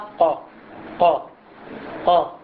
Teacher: نقول مثلا فرضا على سبيل المثال القاف قا، نرى أن وسط اللسان انخفض إلى قعر الفم، لكن في الكاف اللسان متوسط الفم لا ينزل إلى قعر الفم، لكن في حال القاف في نطق القاف نقول أقا قا قا، يميل كل اللسان عدا أقصاه يميل إلى الأسفل ينبسط في قعر الفم، لكن بالنسبة إلى الكاف لا يكون منبسط اللسان في وسط الفم بهذا الشكل وأقصاه يكون مرتفع بحكم المخرج.